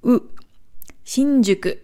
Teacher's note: Das japanische U ist kein U, sondern eher eine Mischung aus U und Ü.